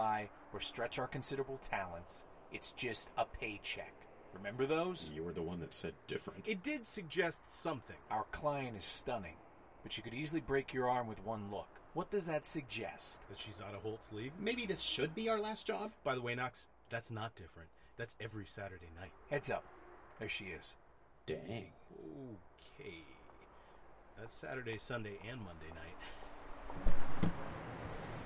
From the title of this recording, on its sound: set outside Walt Disney Concert Hall, Los Angeles